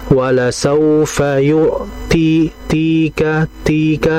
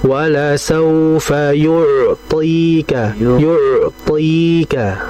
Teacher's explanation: to juga disifati dengan itbaq, jauh lebih tebal · Shown in: second take · Artinya ketebalannya itu betul-betul maksimal.